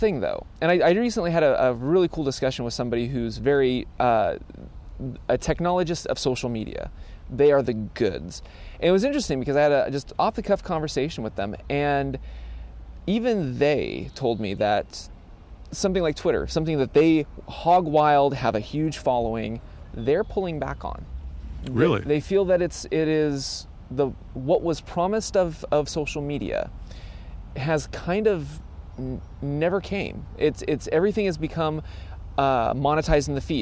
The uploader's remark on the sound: Record from the great outdoors- live from the unofficial Truckbed Studios of the Bellingham Podcast. Do a test run using a slightly different podcasting setup while recording on location.